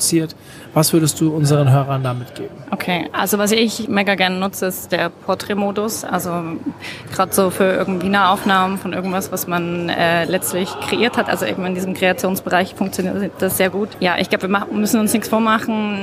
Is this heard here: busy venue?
yes